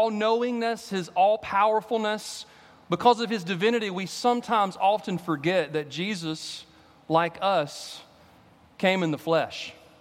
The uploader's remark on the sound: At Redeemer Presbyterian Church in Charleston, SC